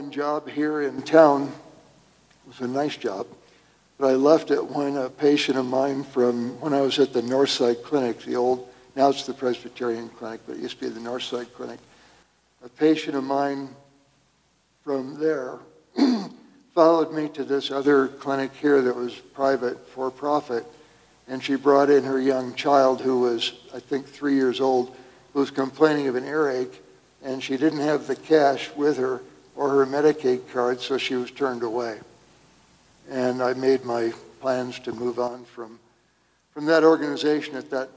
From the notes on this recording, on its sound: Here is audio from the May 8, 2022 town hall. A Gallup area community health group.